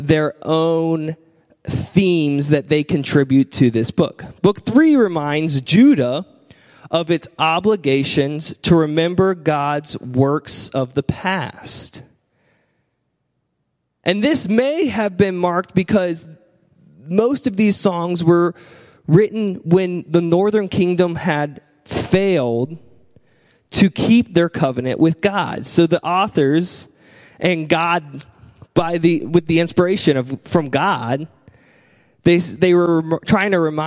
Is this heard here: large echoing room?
yes